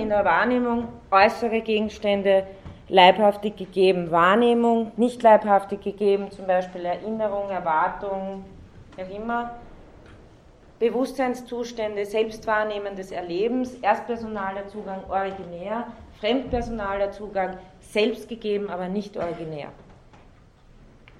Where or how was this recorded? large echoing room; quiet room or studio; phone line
large echoing room